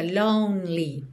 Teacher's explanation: Esse E é no meio da palavra lonely não é pronunciado, então fica lonely, tá? Do N você já vai direto pro L.